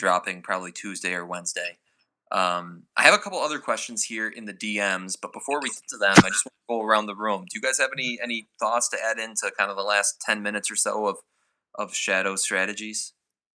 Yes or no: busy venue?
no